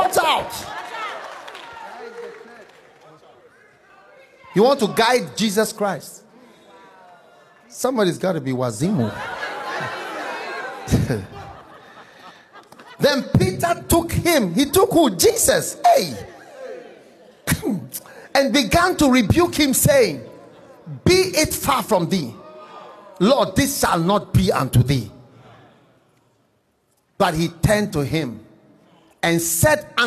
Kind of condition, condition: setting, live audience